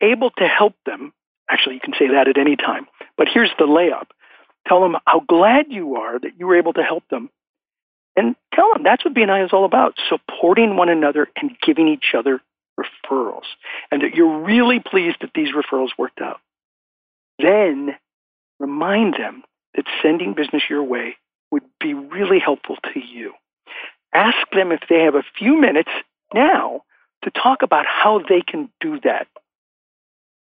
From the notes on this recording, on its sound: I am coming to you from Live Oak Recording Studio in Berkeley, California. I am joined on the phone today.